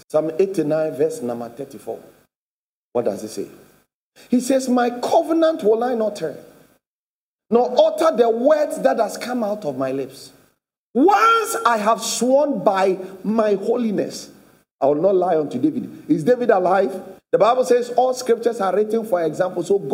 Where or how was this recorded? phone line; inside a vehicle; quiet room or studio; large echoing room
large echoing room